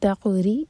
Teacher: را کے نیچے کسرا تو را باریک ہوگا